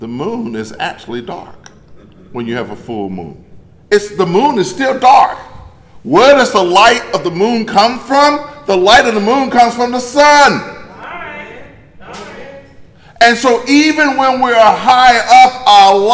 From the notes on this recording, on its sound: In a sermon recorded live at Greater Bethel in Athens